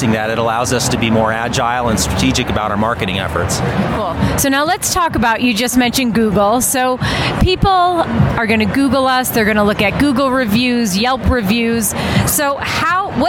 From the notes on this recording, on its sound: LIVE from the APTA Combined Sections Meeting in Denver, Colorado. Today, as you can probably hear in the background, it's a little bit louder than it normally is and that's because I am recording this live at the American physical therapy associations combined sections meeting in Denver, Colorado, which has about 15,000 plus people and I am currently in the exhibit hall.